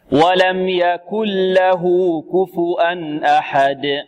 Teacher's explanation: إدغام، إدغام كامل، يذهب الحرف معه بكلية، يعني تصير النون بمخرجها وصفتها وهي الغنة، تصير لاما